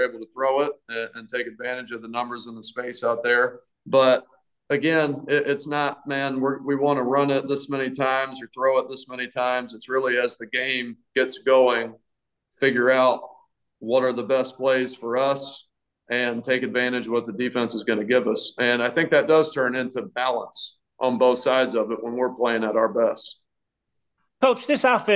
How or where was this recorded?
video call